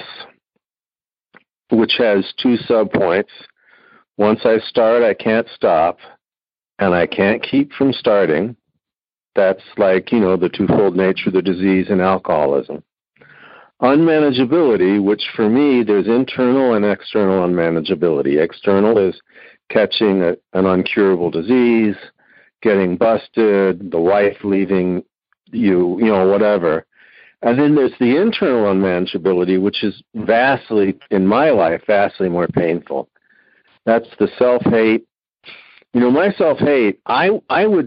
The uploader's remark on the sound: Noon Phone Speaker Meeting